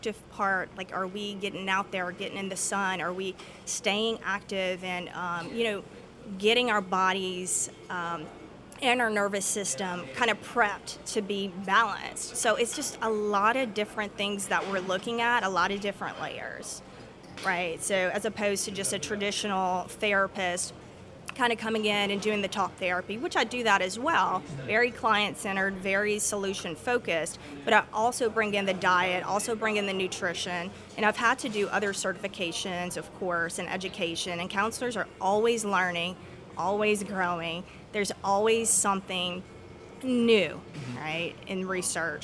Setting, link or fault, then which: setting, busy venue